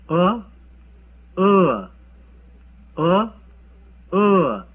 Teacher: For producing the sound A, center of the tongue is raised up to the middle level in the oral cavity and air is made to pass smoothly. Lips remain unrounded.